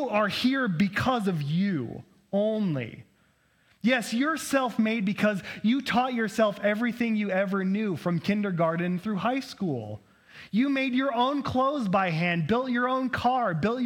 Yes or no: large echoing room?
yes